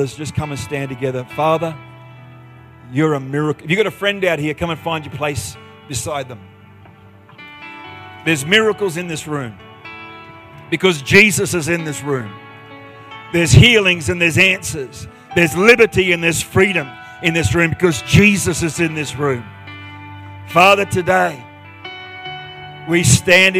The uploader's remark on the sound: The live stream of Destiny Church Atherton.